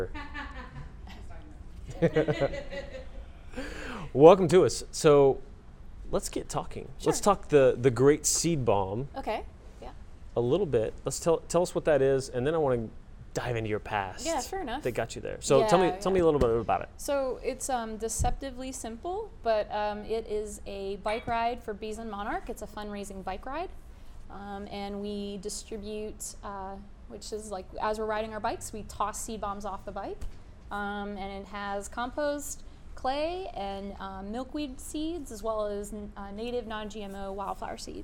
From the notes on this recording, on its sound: This interview was done at The Grove in Dallas, TX during Startup Week in Dallas this year. In front of a live audience at that beautiful co-working space.